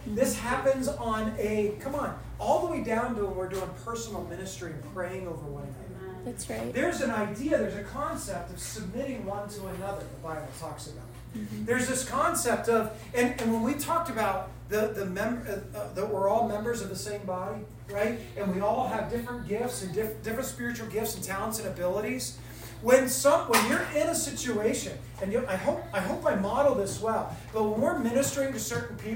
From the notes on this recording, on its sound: This message was recorded at WayLife's monthly collective. Forgive the lower quality audio quality.